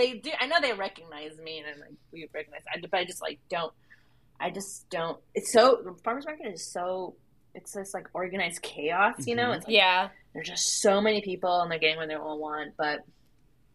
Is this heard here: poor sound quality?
yes